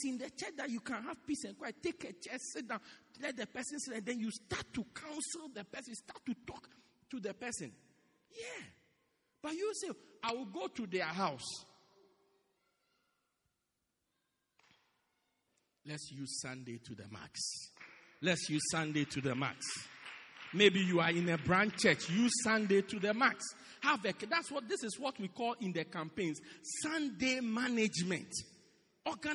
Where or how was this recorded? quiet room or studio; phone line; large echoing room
large echoing room